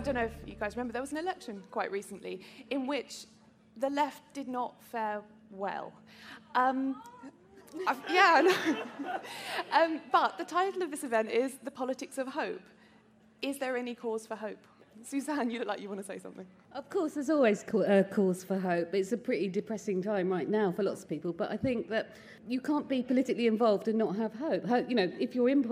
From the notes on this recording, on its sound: Live from Latitude. Brings you the highlights of our live events from the literature tent at Latitude festival.